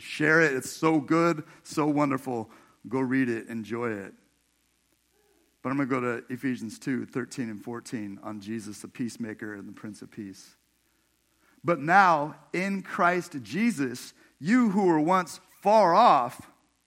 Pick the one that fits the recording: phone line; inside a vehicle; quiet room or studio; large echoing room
large echoing room